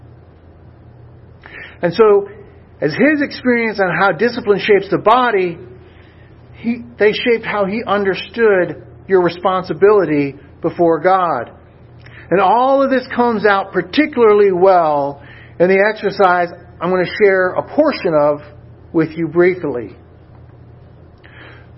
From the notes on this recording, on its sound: A Sermon Delivered at Swordbearer Chapel - VFW 8541, San Antonio, Texas.